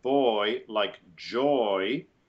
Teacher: we have an open O and the I